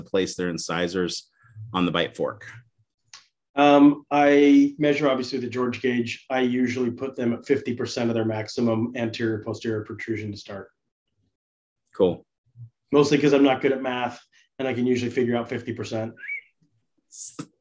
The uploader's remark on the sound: This live interactive webinar